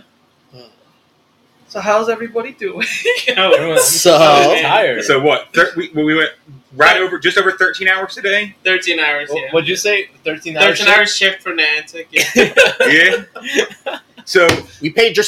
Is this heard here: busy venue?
yes